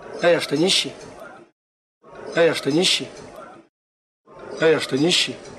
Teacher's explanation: ИК-4 – это характерная такая вот ямка. Сначала понижение тона, а потом выход опять на повышение. И в первую очередь это в вопросах с «а».